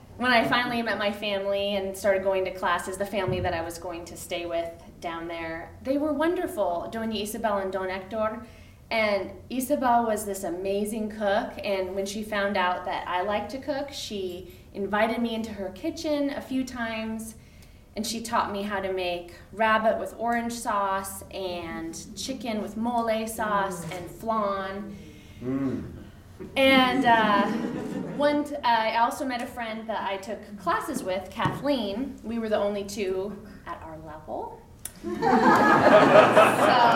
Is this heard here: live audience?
yes